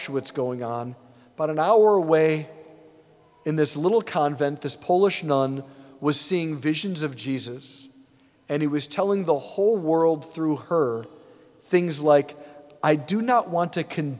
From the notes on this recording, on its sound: preached this homily on September 3, 2023 at St Basil the Great Catholic Church in Brecksville, OH.